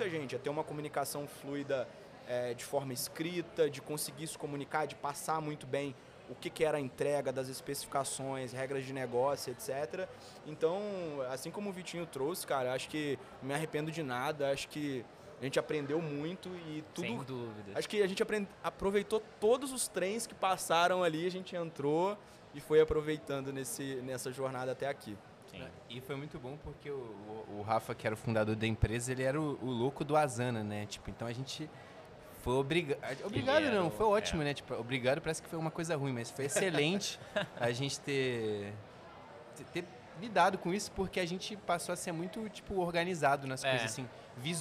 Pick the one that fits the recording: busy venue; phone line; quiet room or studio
busy venue